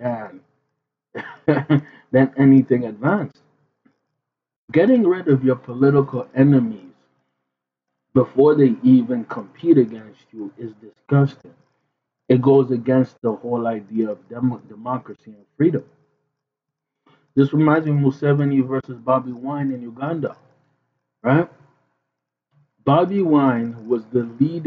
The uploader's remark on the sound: Apologies for the trash audio, we had a mic issue.